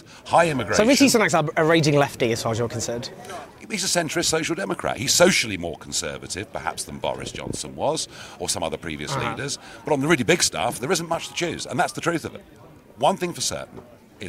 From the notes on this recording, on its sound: Every year we go to Tory Conference to record our behind the scenes documentary.